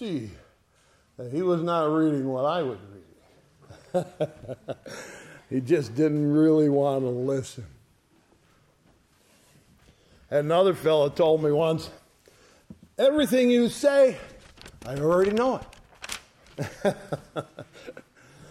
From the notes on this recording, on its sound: Sunday Morning Service recorded on 05/07/2023. ESCBC Sunday Morning Service.